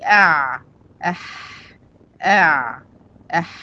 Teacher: وسط الحلق يخرج منه العين والحاء